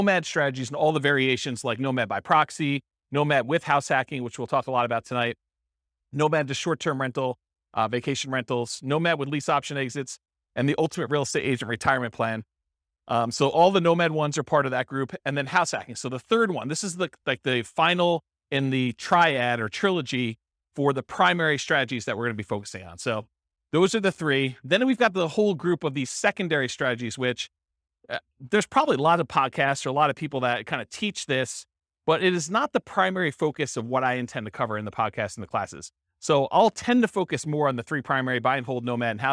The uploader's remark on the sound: This was a live class recorded